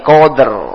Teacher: Kemudian qo tebal, dal tipis, ro tebal lagi.